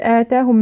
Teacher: آتاهم مد بدل، نمده حركتين